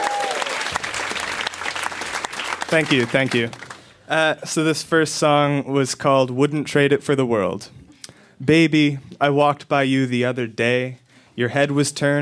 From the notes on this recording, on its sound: Recorded live at Yuk Yuk's in Ottawa.